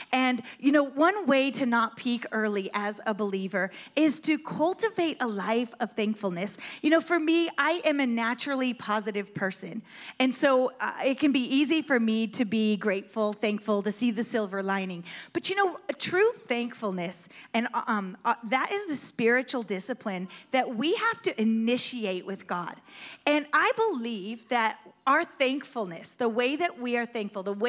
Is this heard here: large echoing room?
yes